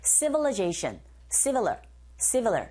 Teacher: 그리고 civilize가 아니라 이때 발음은 강세 앞부분에 이 부분에 있어요. 뒤에 나온 I 부분에 강세가 없기 때문에 이 소리 자체가 약화되어져서 어처럼 발음이 들립니다. 그래서 civilization 이렇게 발음하셔야 돼요.